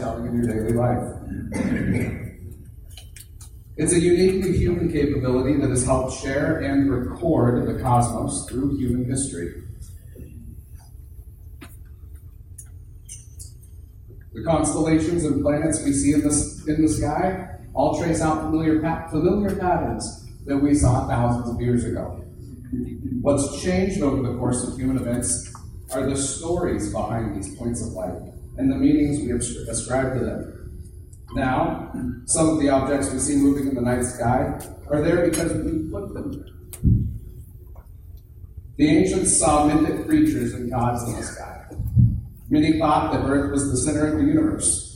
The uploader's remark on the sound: Thanks to everyone that came out to the event, it's was a lot of fun and mildly terrifying because I'm used to speaking with all of you here on the podcast and not in a live setting in front of people.